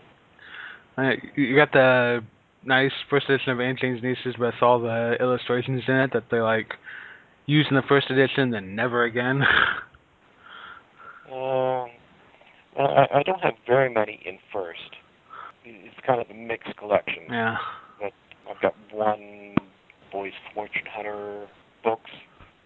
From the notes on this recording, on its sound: This interview was "phoned in" and the sound quality is not pristine.